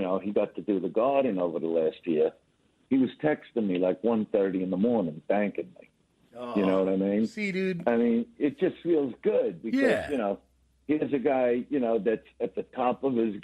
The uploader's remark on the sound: so we got him on the phone